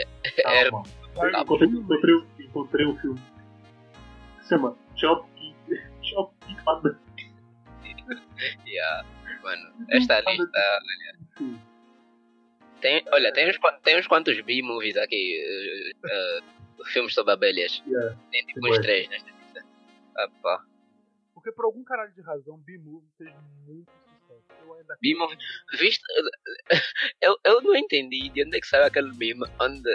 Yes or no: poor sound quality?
yes